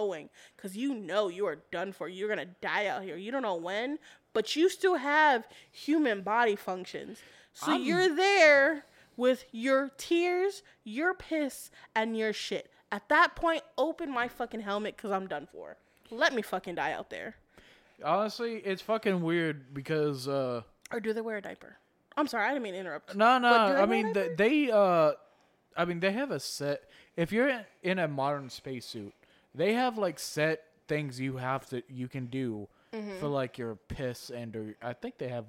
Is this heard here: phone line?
no